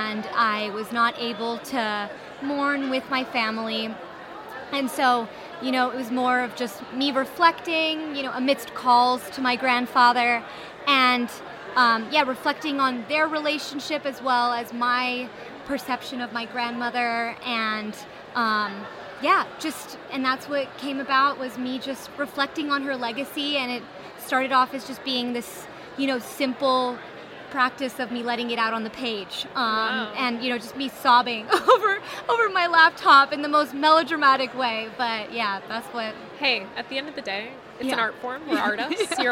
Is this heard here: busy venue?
yes